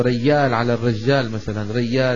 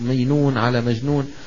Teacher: إبدال الجيم ياء كما هو منتشر في الكويت وفي شرق الجزيرة العربية السواحل